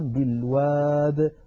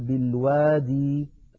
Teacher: فنقف عليها اضطرارا أو اختبارا بالواد، ولا نقول بالوادي · Shown in: first take · أعود فأقول هذا كله على رواية حفص عن عاصم.